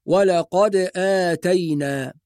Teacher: أول حكم من هذه الأحكام في التلاوة هو القلقلة، لازم القارئ يحافظ على القلقلة في الدال الساكنة